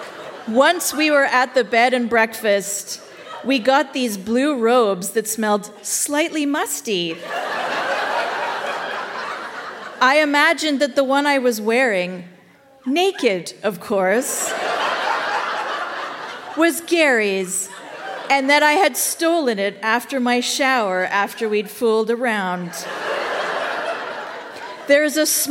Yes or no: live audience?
yes